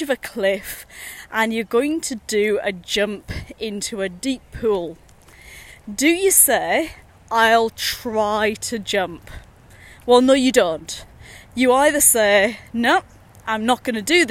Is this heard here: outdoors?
yes